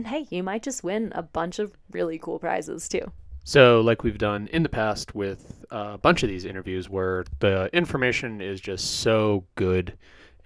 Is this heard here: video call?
no